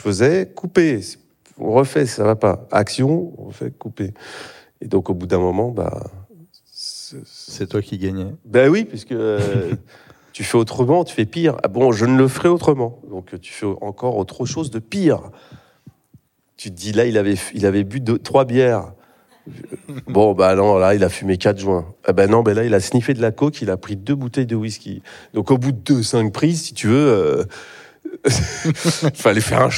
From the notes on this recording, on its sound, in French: Dans ce podcast enregistré en public.